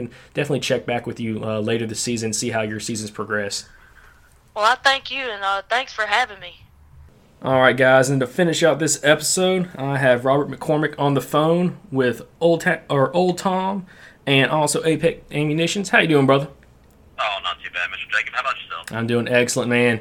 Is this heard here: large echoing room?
no